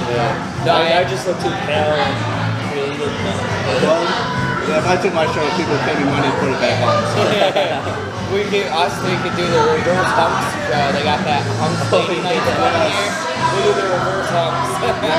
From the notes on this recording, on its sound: Interview recorded at Smith's Downtown in Mishawaka, IN.